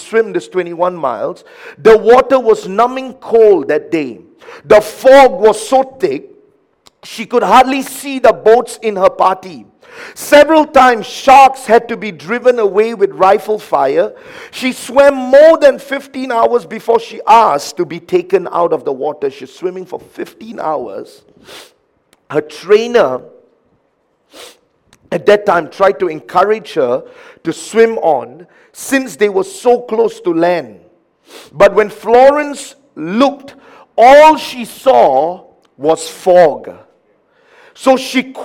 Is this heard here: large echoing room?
yes